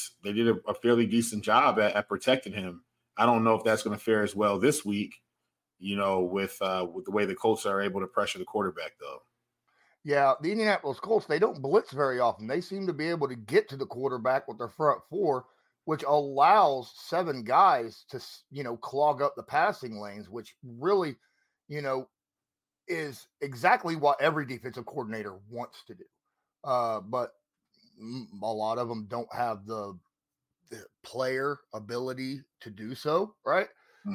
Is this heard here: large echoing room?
no